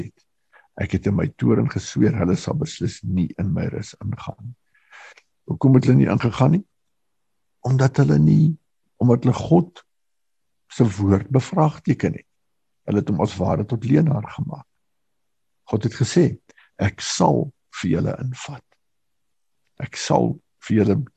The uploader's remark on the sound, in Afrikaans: Manne van die Woord Zoom Byeenkoms 12 Mei 2022